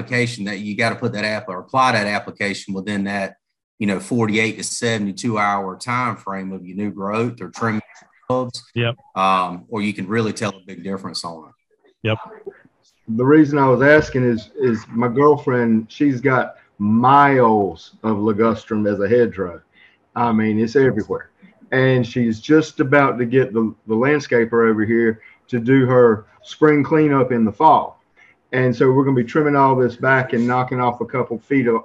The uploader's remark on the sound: This recorded zoom webinar